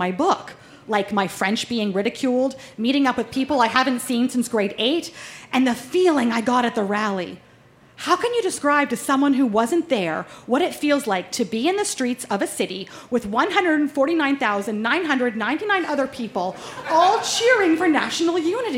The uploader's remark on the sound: Recorded live at the Black Knight Pub in Yellowknife, NWT.